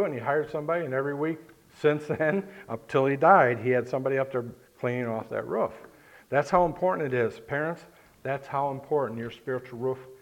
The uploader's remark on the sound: Thank you for listening to this message preached at Lighthouse Baptist Church in Schenectady, New York.